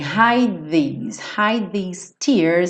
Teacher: Hide these, porque o D é com a língua no céu da boca e o these é com a língua aqui nos dentinhos da frente, né? Então você acaba juntando os dois também.